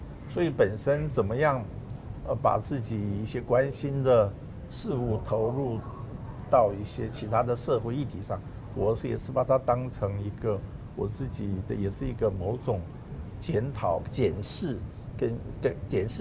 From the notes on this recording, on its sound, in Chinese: 本集於開放式場地錄音，難免受環境音干擾，還請包涵見諒。